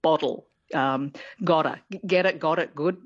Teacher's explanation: It's kind of like a rapid D. It's not a D, but it's a more rapidly said D, bottle. · Term: flap or a tap